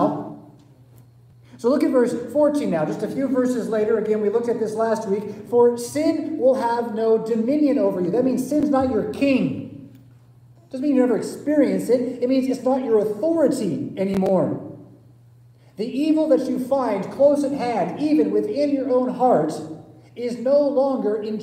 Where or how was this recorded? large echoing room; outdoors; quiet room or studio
large echoing room